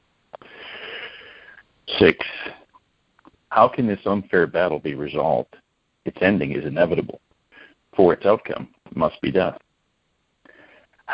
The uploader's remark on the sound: ACIM Daily TEXT Conference Call.